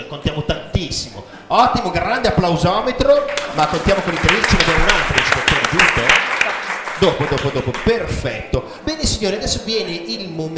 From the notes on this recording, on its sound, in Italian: Scuola Donini di San Lazzaro (BO) - LIVE COL PUBBLICO.